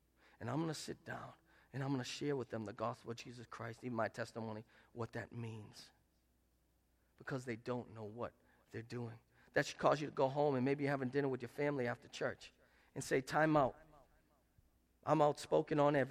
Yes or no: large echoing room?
yes